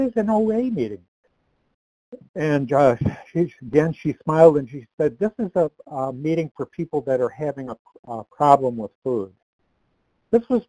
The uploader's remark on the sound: From the 100 Pounders Phone Meeting.